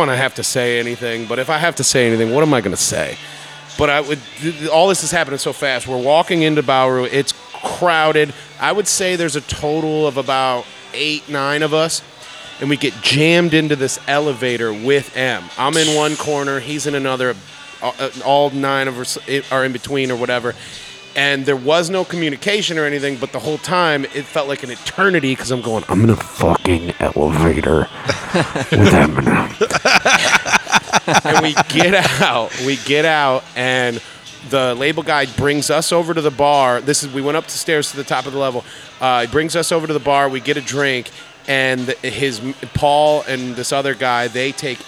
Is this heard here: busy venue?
yes